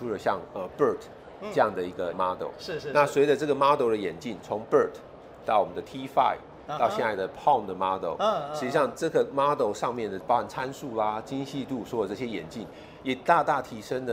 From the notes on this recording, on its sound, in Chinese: 繼續把錄音室帶到AI EXPO Taiwan的展覽會場。在AI EXPO直播訪談現場。